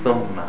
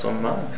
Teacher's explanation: Thumma, the tongue is outside, the teeth are on top of the tongue. Thumma. The tongue, your tongue is inside your teeth. Put it out of your teeth.